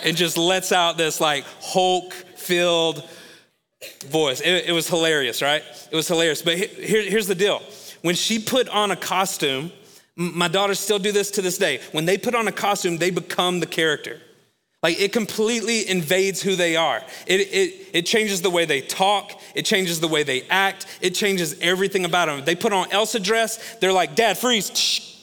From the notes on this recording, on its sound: Recorded live at Long Hollow Church.